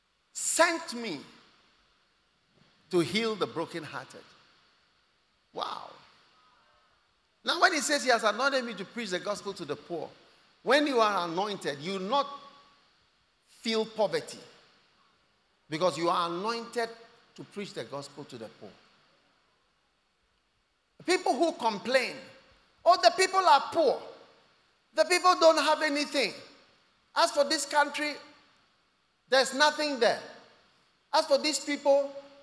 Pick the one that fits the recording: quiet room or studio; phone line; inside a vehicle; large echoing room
large echoing room